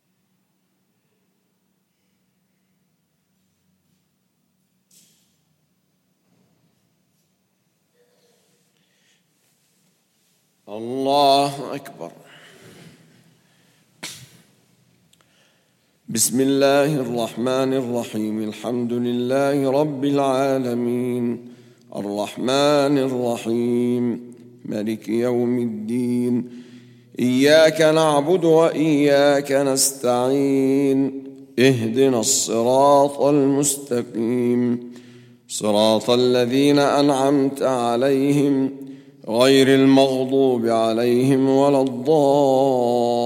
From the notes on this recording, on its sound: at the Houghton Masjid (West Street)